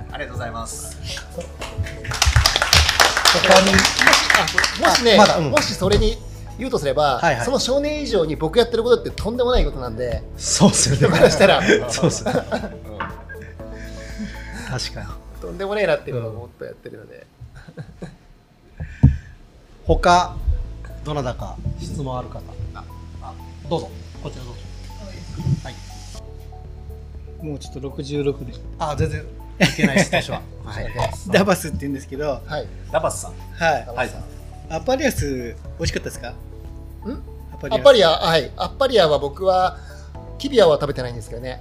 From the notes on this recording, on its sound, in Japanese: 石垣島に新たに誕生したワーケーション施設の《しまのとき》さんにて初の公開収録です。現場の臨場感!?もお楽しみください。